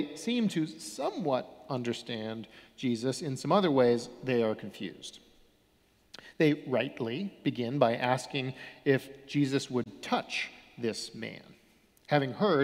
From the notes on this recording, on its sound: Sermons from Old South Church in Boston